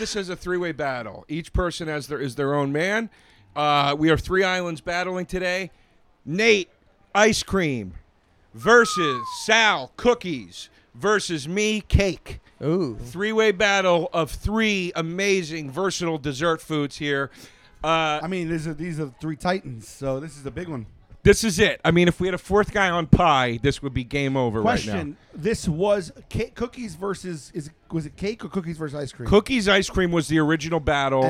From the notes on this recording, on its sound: LIVE FROM JOEY ROSES NEW OUTDOOR SPACE!